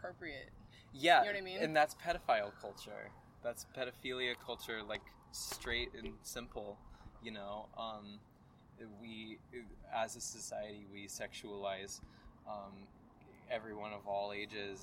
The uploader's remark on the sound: This was outside and I don't know how to edit, so unless you are a big fan of wind and trains I would be mindful about using headphones.